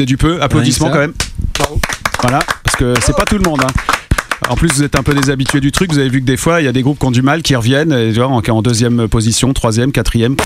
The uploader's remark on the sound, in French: Le Gros Boeuf, c\\'est le talk-show 100% live de La Grosse Radio. DiffusÃ© en vrai direct depuis Le Barde Atomique. Voici le replay des deux heures d\\'Ã©mission, sans retouche.